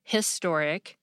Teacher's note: Although he pointed out that British people pronounce historic as historic without the H, and some Americans do too, he argued that the majority of Americans pronounce the H, historic, so the correct forms in most places in the United States are ahistoric and ahistorical.